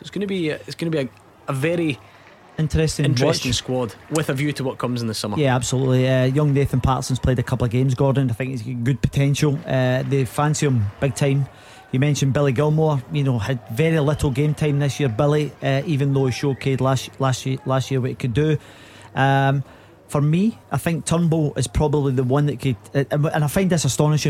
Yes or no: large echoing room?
no